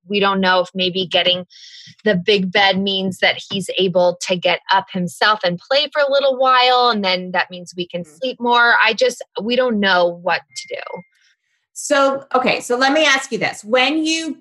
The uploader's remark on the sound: Had a Zoom call with our sleep expert.